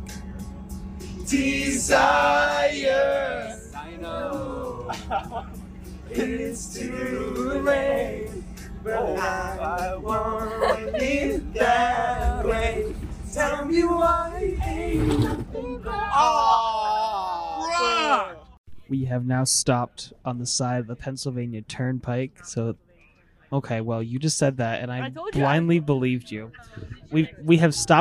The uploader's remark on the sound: Enjoy these highlights and interviews from our trip to perform at the 2022 Collegiate Marching Band Festival in Allentown, PA.